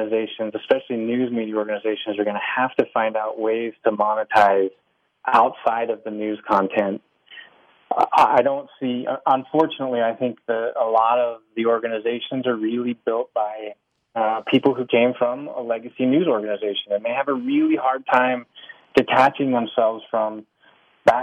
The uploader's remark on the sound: A follow-up phone interview to a recent podcast.